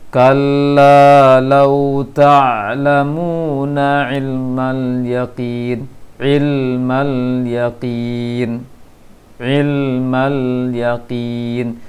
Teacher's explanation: Huruf lam itu agak dilambatkan sedikit untuk melepaskan dari makhrajnya. Seperti lam sukun terutama.